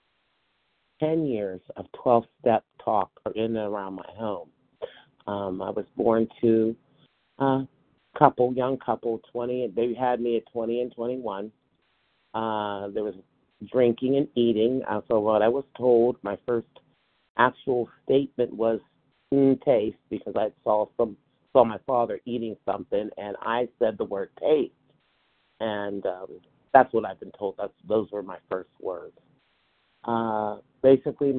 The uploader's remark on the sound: from the 100 Pounders Phone Meeting